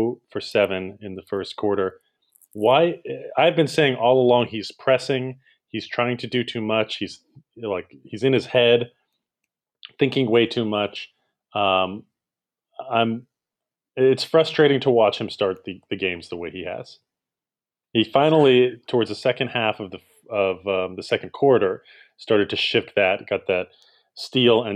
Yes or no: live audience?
no